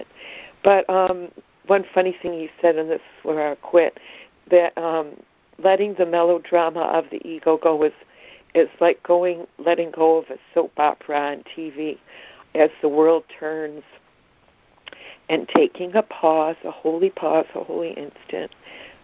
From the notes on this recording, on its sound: ACIM Daily Conference Call